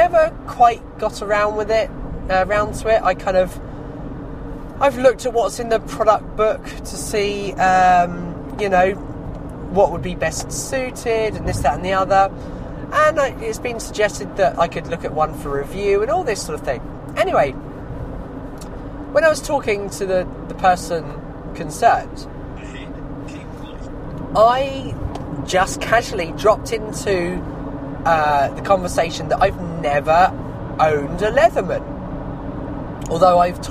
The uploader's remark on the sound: Outdoor Trade Show 2017. I’m on location, in my hammock.